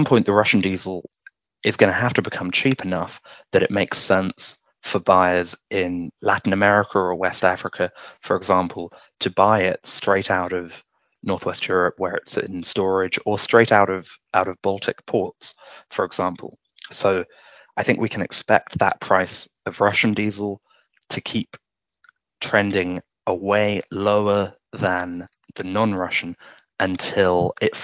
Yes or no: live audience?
no